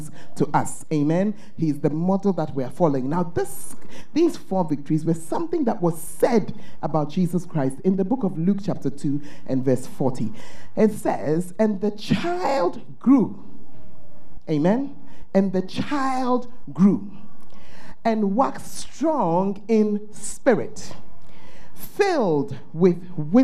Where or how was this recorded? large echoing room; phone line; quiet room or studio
large echoing room